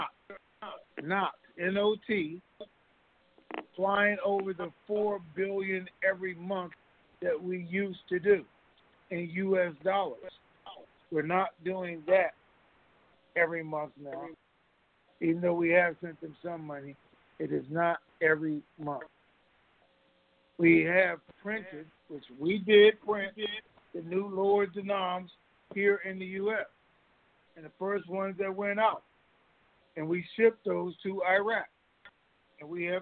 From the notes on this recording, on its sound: Conference Call.